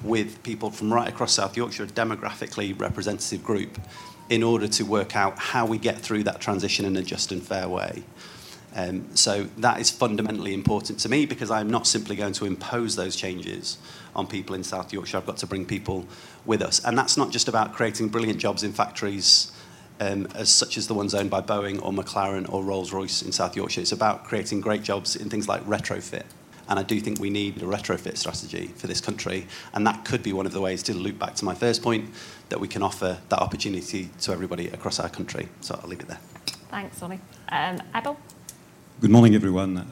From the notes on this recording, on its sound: This is a live recording from the New Statesman Media Group's Path to Power conference.